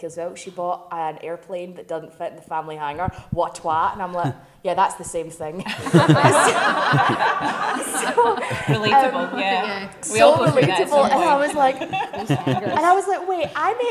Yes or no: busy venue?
yes